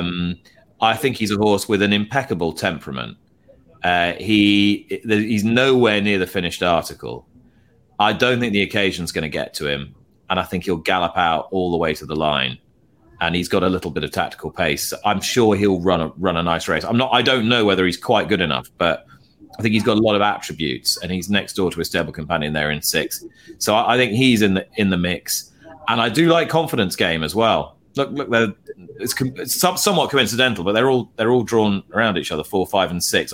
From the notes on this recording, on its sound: Live from Churchill Downs